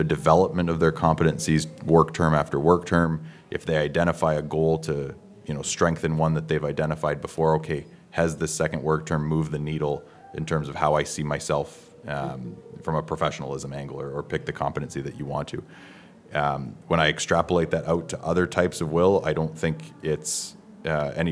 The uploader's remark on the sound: Live from the 2023 CEWIL Conference in Halifax, NS